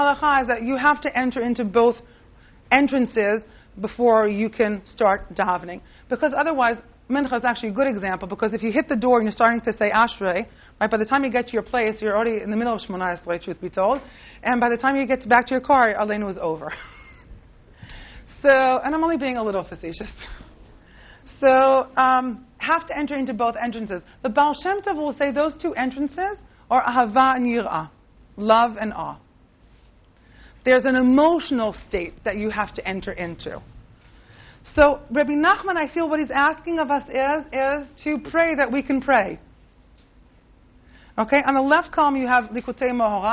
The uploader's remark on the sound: This audio was originally recorded on 06/22/2009 as part of Drisha's June Seminar.